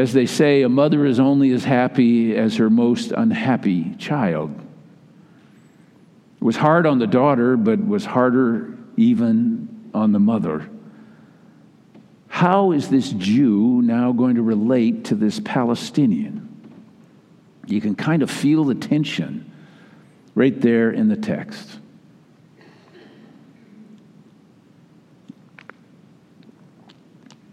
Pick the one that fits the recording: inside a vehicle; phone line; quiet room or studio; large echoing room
large echoing room